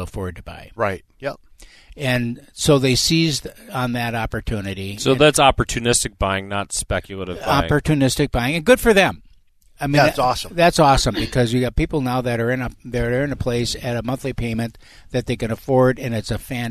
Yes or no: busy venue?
no